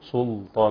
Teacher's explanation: لاي كلمه سلطان تقرا خطا بتفخيم السين